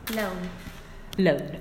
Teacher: since it's lateral, the sides of the tongue are lowered, so they allow the air to escape through there, so there's not like a complete closure. · Term: voiced alveolar lateral approximant